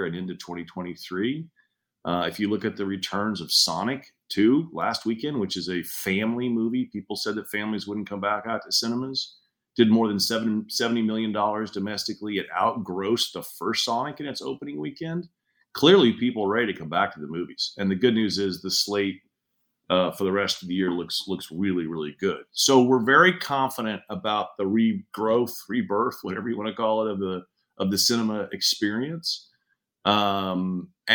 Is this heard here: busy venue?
no